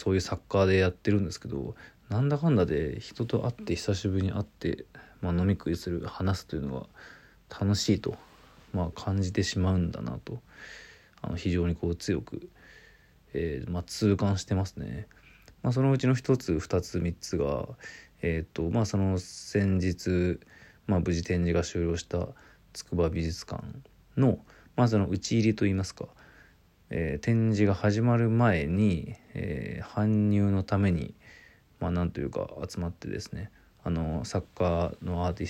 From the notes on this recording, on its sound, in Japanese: ボイスメモです。From Radiotalk。